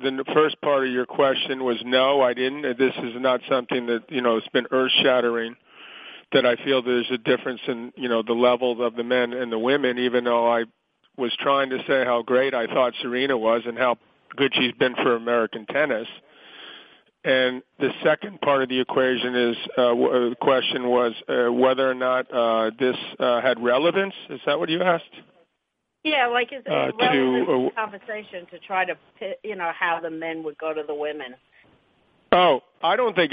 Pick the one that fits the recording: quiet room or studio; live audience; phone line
phone line